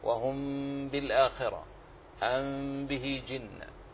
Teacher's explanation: إطباق الشفاه عند النطق بالميم الساكنة التي جاءت بعدها الباء